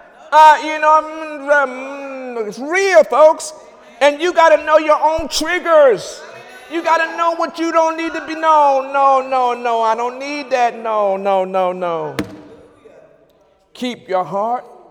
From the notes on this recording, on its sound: During Wednesday night service